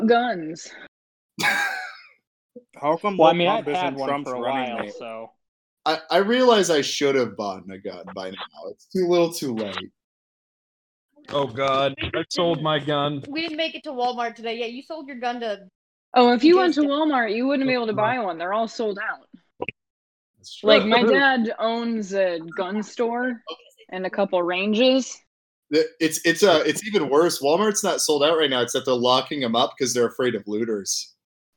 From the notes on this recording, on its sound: A very, very poor quality bonus "episode" recorded drunkenly on election night with a panel of people talking over each other